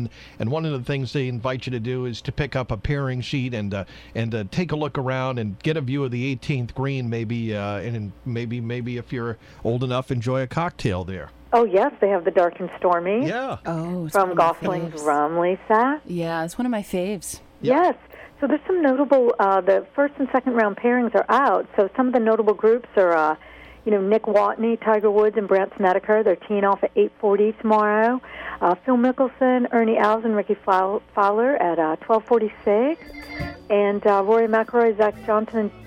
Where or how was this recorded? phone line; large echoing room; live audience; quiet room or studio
phone line